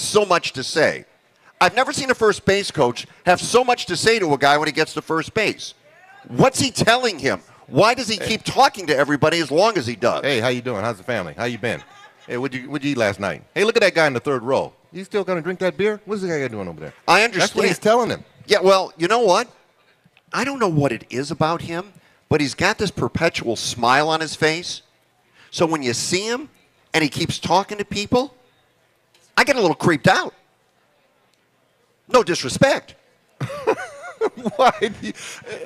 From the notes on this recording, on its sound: broadcast live from the Third Street Promenade in Santa Monica.